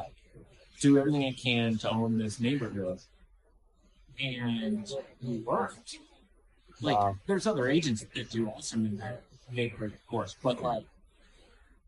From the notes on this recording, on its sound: We tried something new today and recorded at Honest Coffee in Franklin. The audio is a bit quiet so turn up the dial a little for this one.